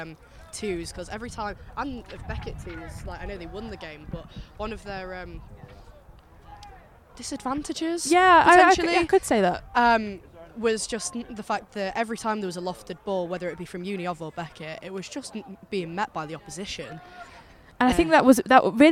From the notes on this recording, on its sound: The LSR team go LIVE from Boddington Football Hub